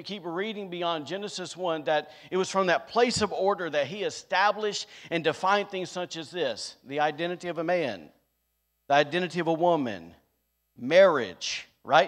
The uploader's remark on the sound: recorded on Sunday, May 8th, 2022, during service at The Anchor Church in Rockport, Maine